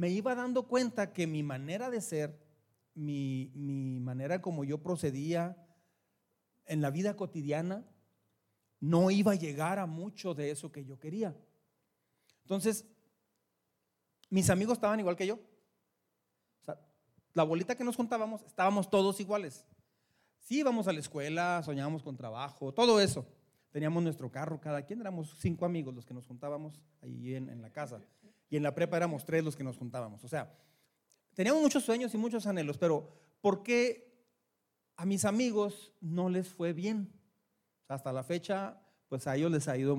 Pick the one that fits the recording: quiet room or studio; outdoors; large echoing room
large echoing room